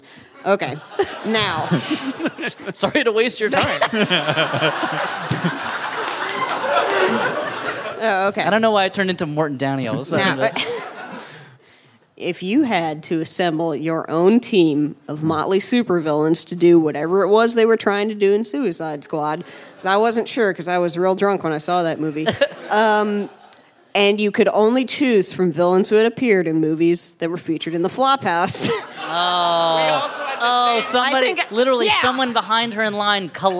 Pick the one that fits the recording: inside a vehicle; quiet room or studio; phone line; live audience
live audience